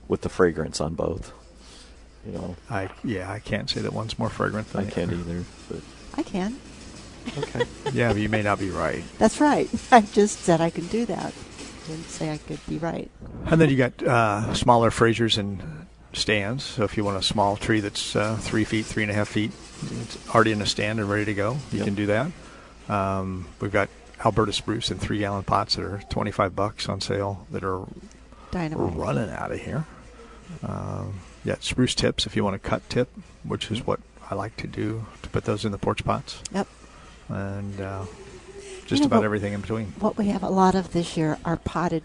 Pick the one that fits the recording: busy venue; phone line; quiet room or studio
busy venue